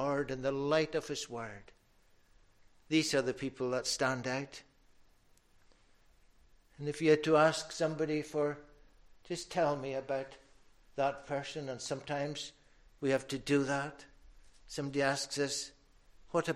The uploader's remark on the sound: recorded at North Harris Free Church on Sunday morning 30th January 2022